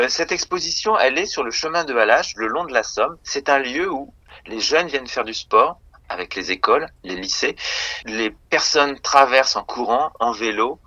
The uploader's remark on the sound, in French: Enregistrement réalisé par téléphone, entre Paris et Clermont-de-l’Oise.